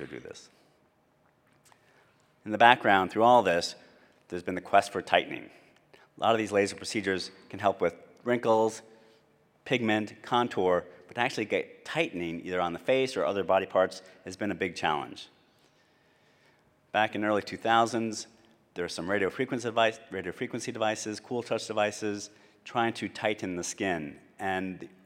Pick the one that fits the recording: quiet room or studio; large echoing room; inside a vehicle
large echoing room